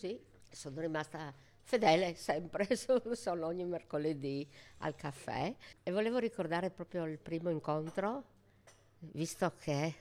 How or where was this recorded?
busy venue